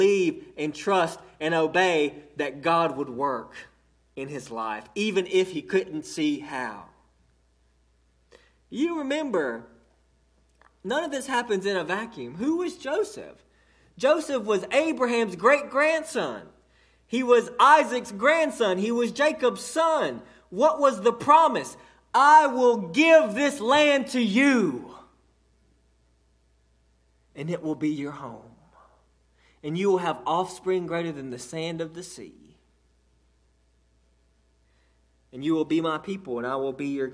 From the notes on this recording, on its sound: delivered to Cottondale Baptist Church in Eastman, GA on 6/3/18